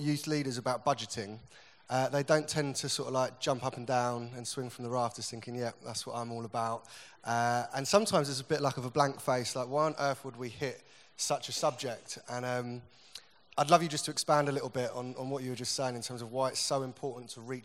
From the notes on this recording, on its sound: Recorded at the 2018 Newday Youth Worker's Weekend